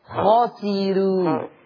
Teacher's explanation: الراء اللي هترقق لورش دي لا تتأثر بها الخاء